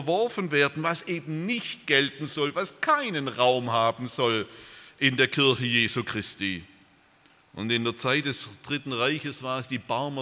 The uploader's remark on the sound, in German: aus dem Gottesdienst der Liebenzeller Mission